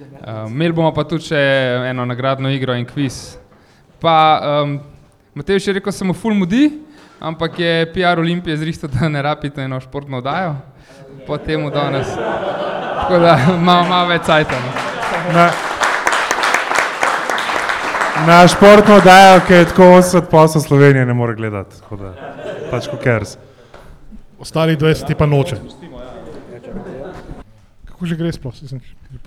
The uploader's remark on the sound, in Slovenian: V Kozlerjevi dvorani Pivovarne Union smo v živo pred občinstvom gostili